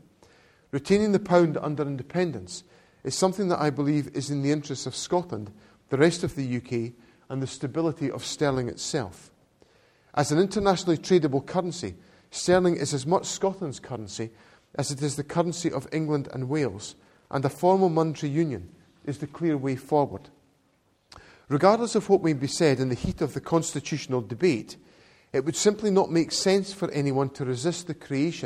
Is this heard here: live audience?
yes